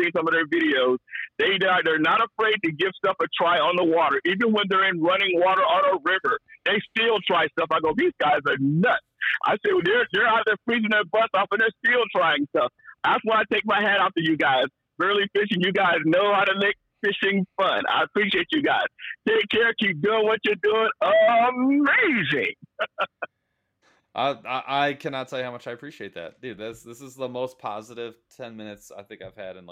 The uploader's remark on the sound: they take some hotline calls from the usual and not so usual suspects